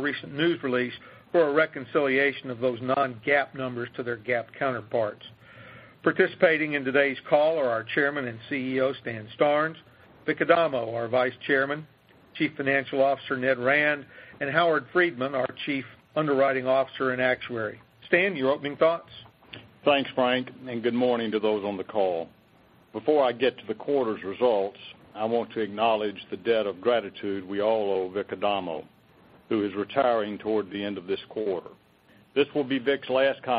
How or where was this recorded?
phone line